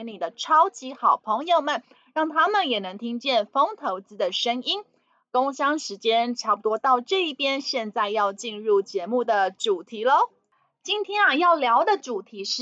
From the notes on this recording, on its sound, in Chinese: 本集有些許雜音，已亟力避免，如有察覺請多多包涵。